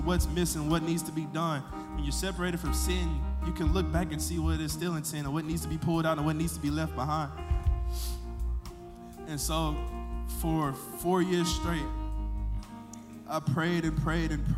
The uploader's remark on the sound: Sunday Night Worship Service